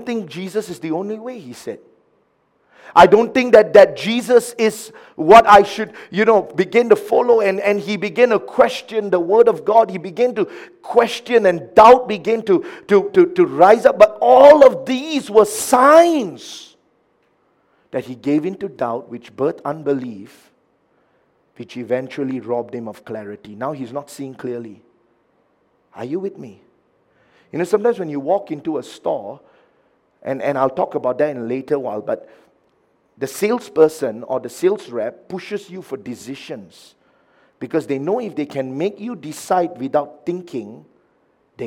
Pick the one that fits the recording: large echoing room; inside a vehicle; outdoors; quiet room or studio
large echoing room